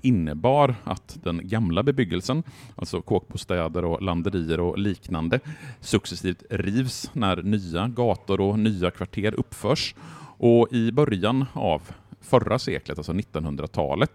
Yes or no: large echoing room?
no